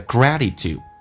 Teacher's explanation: T 发 D，第一个 T 发 D 这个发音叫 gratitude